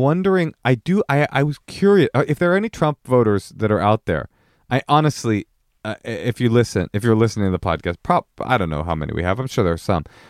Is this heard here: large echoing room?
no